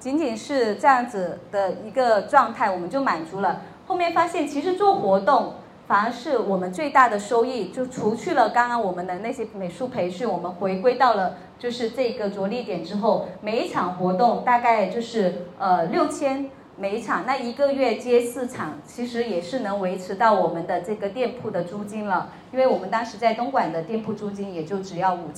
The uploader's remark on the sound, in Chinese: 本期节目是7月16日上海自由会客厅线下活动《个人IP型一人公司，如何跑通商业闭环》的现场录音，现场一共3位一人公司型嘉宾做了分享。